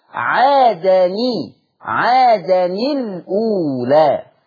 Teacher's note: يكسر الساكن الاول، يحرك الساكن الاول بالكسر